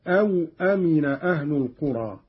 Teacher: قرأ قالون بإسكان الواو هكذا: أو أمن أهل القرى، على أن أو حرف عطف للتقسيم، والمعنى أفأمنوا إحدى العقوبتين.